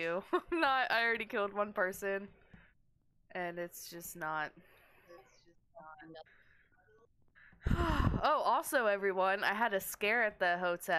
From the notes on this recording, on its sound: Not the best audio since we are at the hotel still